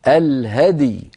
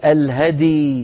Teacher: نسكن الدال ونقلقلها ثم نسكن الياء · Shown in: first take